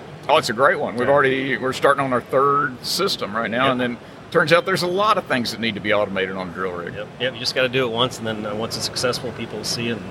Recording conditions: busy venue